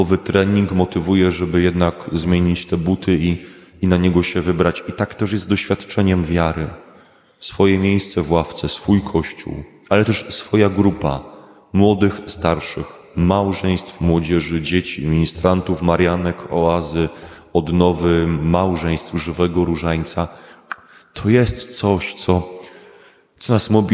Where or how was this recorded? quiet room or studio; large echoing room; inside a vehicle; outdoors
large echoing room